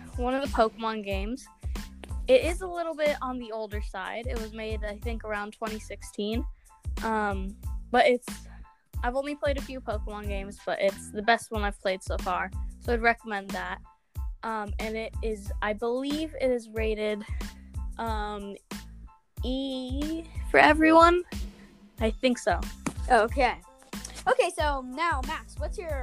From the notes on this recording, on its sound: The first 30 seconds of it is glitchy.